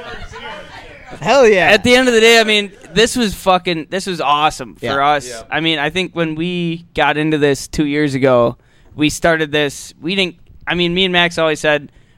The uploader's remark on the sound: We recorded the episode live on location at The GB UFO Museum Gift Shop and Records